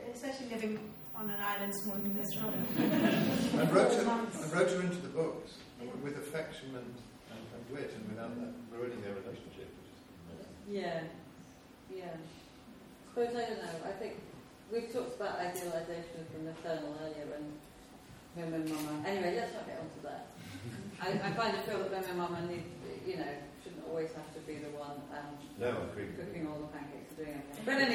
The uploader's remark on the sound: This event featured readings, discussion, music and questions from the audience